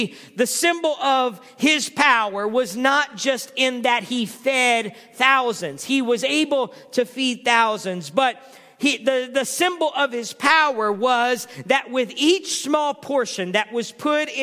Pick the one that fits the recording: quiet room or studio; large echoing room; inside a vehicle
large echoing room